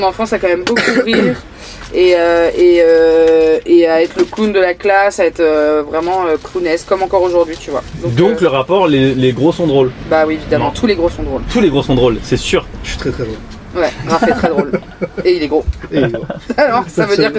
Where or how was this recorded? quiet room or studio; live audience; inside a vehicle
inside a vehicle